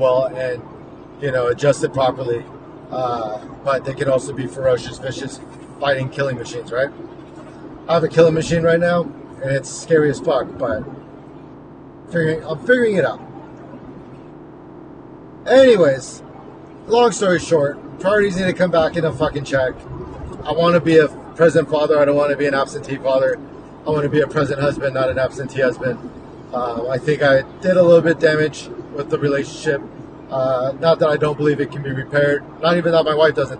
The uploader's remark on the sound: Overdue update episode from my car and crappy recorder on my iPhone.